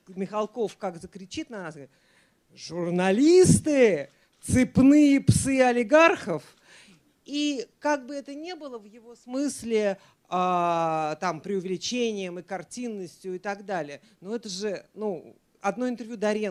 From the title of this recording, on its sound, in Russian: Публичная дискуссия